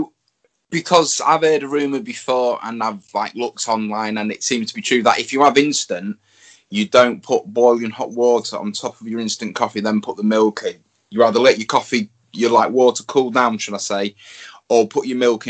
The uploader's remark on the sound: I had issues with skype, so had to do this in 2 parts.